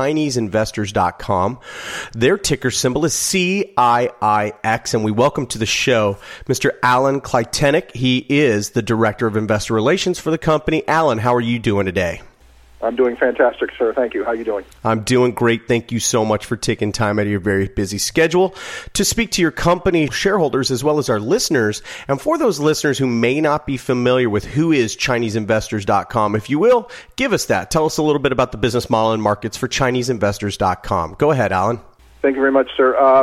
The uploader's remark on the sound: called in to SmallCapVoice.